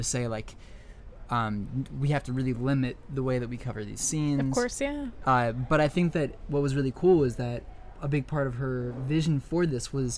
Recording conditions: busy venue